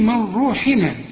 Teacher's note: نون وبعدها راء ما تغنش